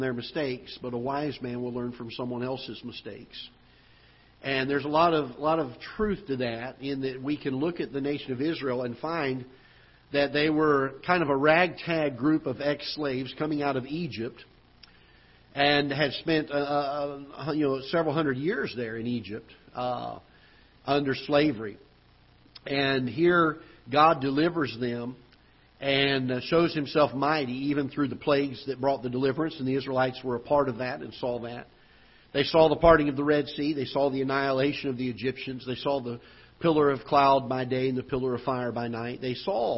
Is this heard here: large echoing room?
yes